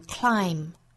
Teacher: waiting 这个词可能被发成前鼻音，waiting on。Waiting on 这样发音也是有可能的，在口语之中很多见哈，我们早读经常出现。那也可以发成后鼻音，就是 waiting on。那我们再看后面 the other 有一个元音的连读加 y 的发音 the other side。最后 it's theclimb。climb 这个词有两个要点啊，一个呢就是最前面的两个辅音连缀哈，我们要注意是发 cl 而不是科勒啊，要发 cl。还有一点呢，需要注意就是最后的字母 b 是不发音的，是一个 silentb。这个词我们要把它发成 climb 是单音节的词啊，是一个音节。如果发成了 climb，就是双音节了嘛。要注意单词本身的节奏是一拍还是两拍？那这是一拍，所以是 climb。好，我们来用非常慢的速度用英音来读一下。Ain't about how fast I get there. Ain't